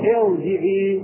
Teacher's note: الراء الساكنة تكون مفخمة بعد همزة الوصل، لأن كسرة همزة الوصل ليست كسرة أصلية وإنما هي كسرة عارضة. · Term: نفخم الراء